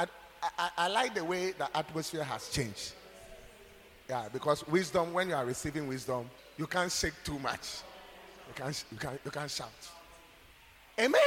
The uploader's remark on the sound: preached at God's Haven Ministries, The Purpose Assembly on Sunday 16th July, 2023.